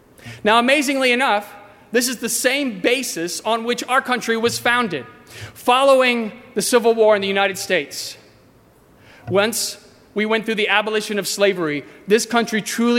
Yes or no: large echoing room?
yes